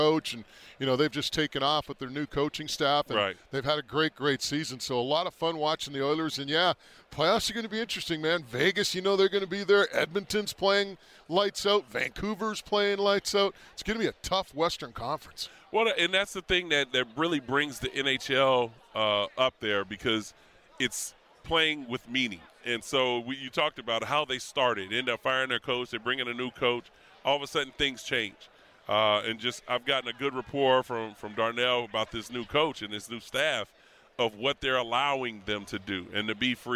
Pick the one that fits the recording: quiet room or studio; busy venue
busy venue